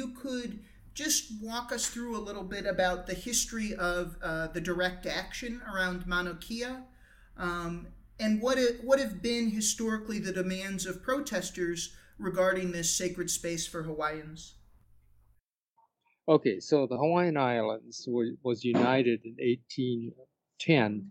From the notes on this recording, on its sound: we recorded in a public place